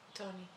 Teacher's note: a T in Spanish where the tongue moves forward